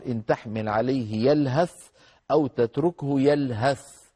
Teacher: والثاء والذال من المخرج ذاته لأنهما حرفان لثويان